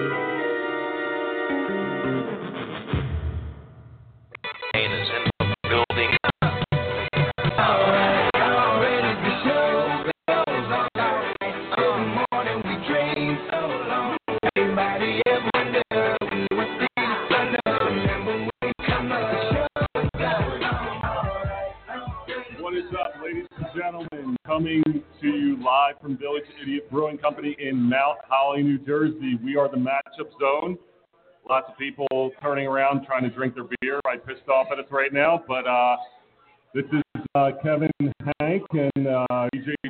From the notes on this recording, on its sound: Live From Village Idiot Brewing Company. Listen as we sip some beers from Village Idiot and talk some nonsense!